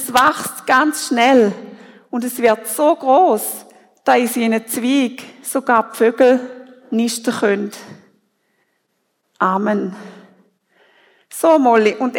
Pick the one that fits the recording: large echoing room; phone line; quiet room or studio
large echoing room